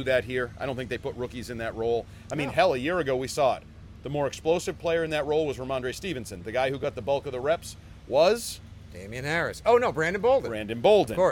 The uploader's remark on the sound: Live from Foxborough! LIVE from day two of Patriots training camp!